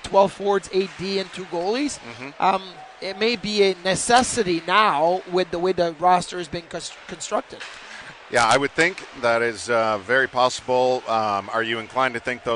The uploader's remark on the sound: Live from Sabres development camp.